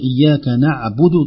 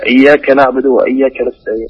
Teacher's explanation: نعبد ضم الشفتين في الباء والدال · Term: ضم الباء